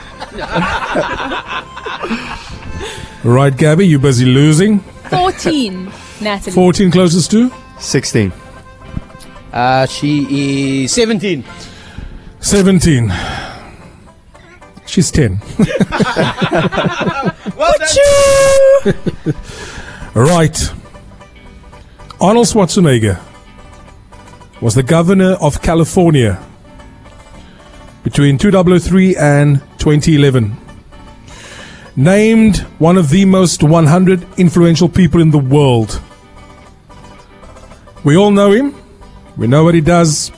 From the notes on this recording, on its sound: on the road live from Curro DigiEd in Delft